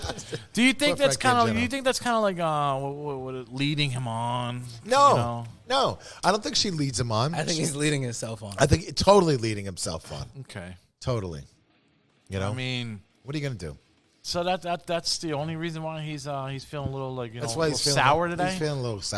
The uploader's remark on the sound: Todays live show is on Halloween 2023 at Lucky 13 Saloon